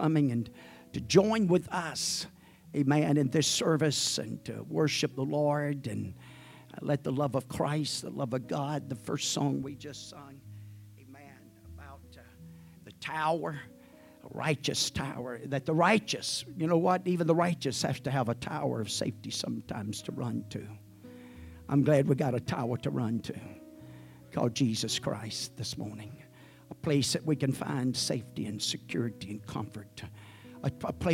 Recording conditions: large echoing room